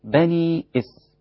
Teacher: مد منفصل مقداره حركتين قصرا